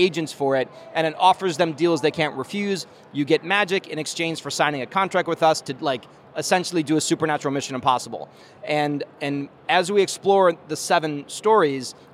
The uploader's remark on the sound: During Star Wars Celebration, I took a break from the show floor, headed upstairs to the convention center bar and sat down.